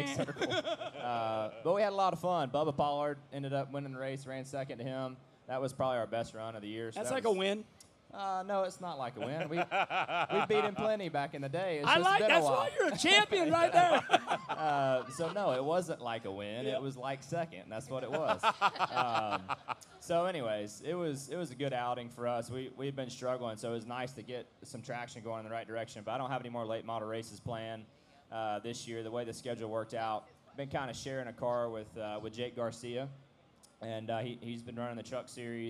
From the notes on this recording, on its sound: At Trackside Live at Bristol Motor Speedway